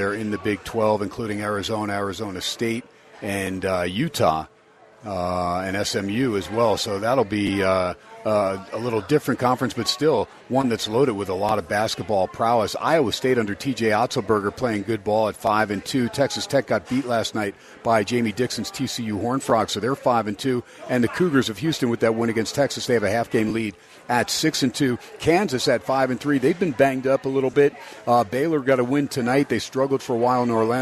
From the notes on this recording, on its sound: "Live" from #SteinersPub #LasVegas. On 101.5 FM K-DAWN & streamed on the #worldwide #Audacy App!